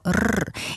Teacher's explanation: To w tym momencie musimy brać pod uwagę normatywność r przedniojęzykowo-dziąsłowego, uderzeniowego, takiego drżącego, czyli to r.